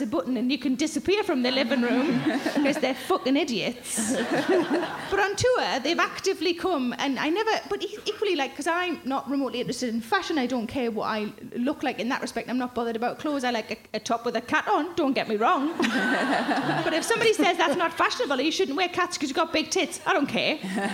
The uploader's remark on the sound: Recorded at the Leicester Square Theatre, London on July 18, 2017.